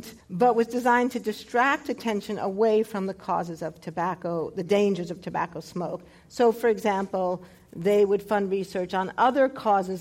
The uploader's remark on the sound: This program was recorded in front of a live audience at the Commonwealth Club of California on December 16, 2014.